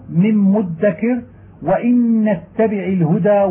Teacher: وقد يتوالى حرفان مشددان يكون الأول أقل تشديدا من الثاني لأجل الغنة التي تظهر فيه، نحو من مدكر وإن اتبع الهدى وشبهه.